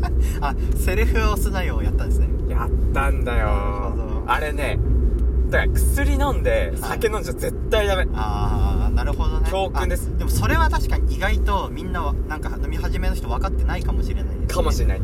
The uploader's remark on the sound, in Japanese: 運転中に収録しているため聞き苦しい部分があると思います...